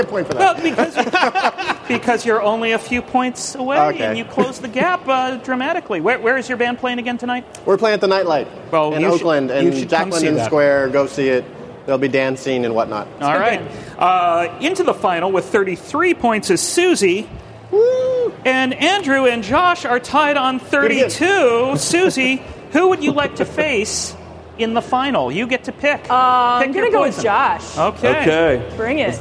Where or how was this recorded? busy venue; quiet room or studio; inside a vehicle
busy venue